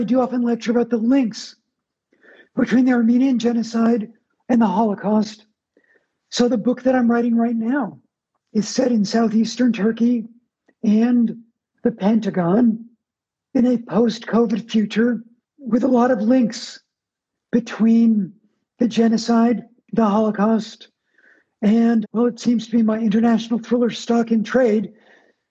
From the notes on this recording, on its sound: Over IG Live— released here as a special episode.